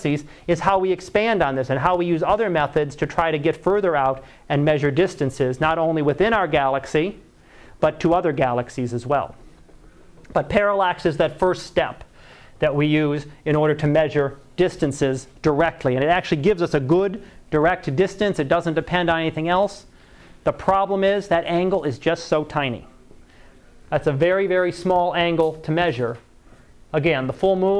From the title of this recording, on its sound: Live Class Lecture